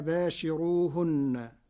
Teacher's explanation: أما كلمة باشروهن فقرأها ورش بترقيق الراء لوجود كسر قبلها